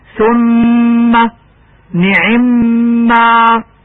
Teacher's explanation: يجب إظهار الغنة على الميم المشددة